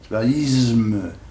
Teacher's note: la prononciation populaire consiste à mettre un ze à la place d'un se.